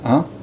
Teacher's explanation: Now, in English, of course, it sounds a little more nasalized and with a less clear fricative at the beginning, so you don't quite go ha, but more like ah.